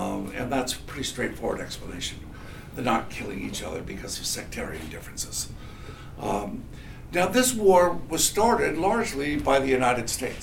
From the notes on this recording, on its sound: This lecture was recorded on March 22, 2016 in Machmer at UMass Amherst.